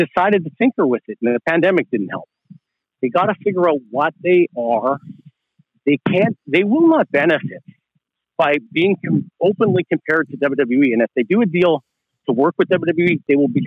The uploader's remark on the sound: did his part in the midst of an 8km walk and it sounds like he’s in a wind tunnel